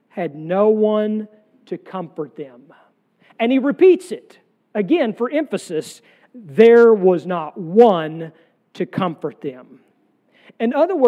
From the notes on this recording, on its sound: sermon from our worship service on June 25, 2023